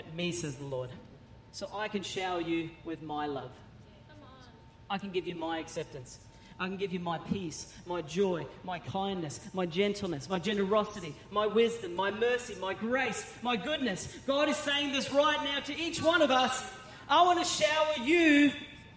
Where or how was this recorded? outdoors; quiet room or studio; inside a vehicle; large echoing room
large echoing room